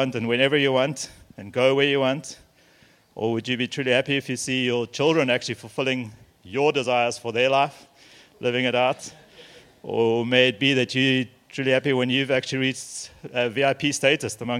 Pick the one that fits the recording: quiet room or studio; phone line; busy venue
busy venue